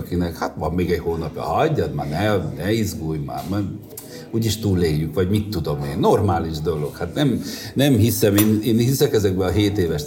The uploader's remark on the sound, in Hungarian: egy marosvásárhelyi kávézóban rögzített adásában